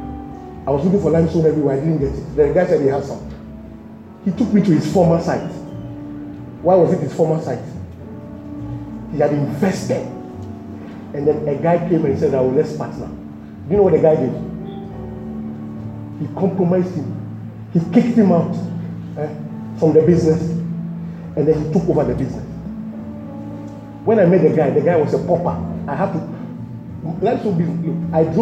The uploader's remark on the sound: This message was preached at the July edition of the TOTS Service.